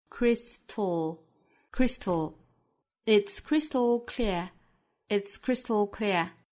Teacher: 其实前面是一个爆破音，后面是舌侧音，这是属于一个舌边爆破的发音要点了